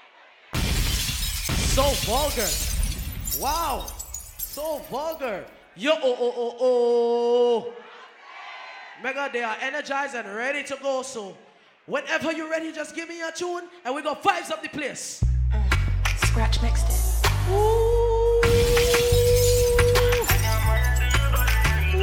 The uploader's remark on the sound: Live At Blossom Midnight Brunch